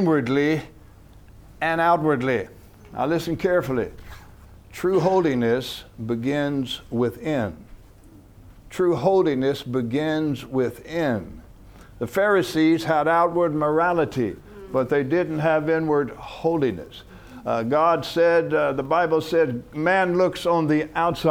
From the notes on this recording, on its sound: From the HeartCry Asia Conference 2023.